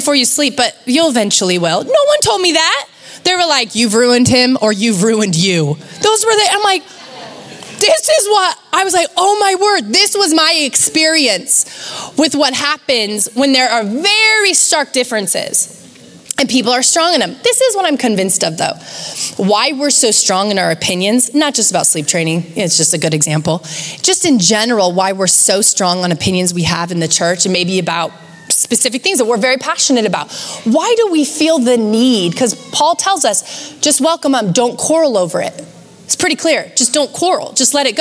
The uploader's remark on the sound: Recorded live at Capital Church in Meridian, Idaho